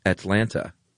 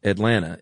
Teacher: So anyway, Hodgman calls me, and I basically told him that even someone like me who doesn't have a very strong Southern accent at the very least, there's still something we do in the South, which is we soften our T's generally · Shown in: second take